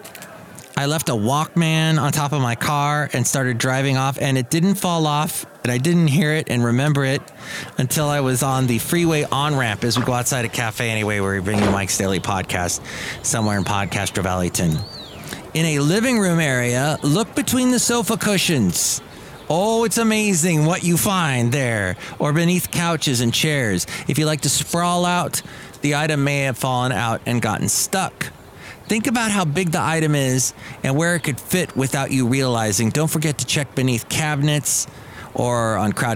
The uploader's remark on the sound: podcasts live from Cafe Anyway